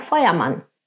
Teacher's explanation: Feuerwehrmann ist einfach ein verdammt langes Wort. Da wird halt mal das Wer weggelassen.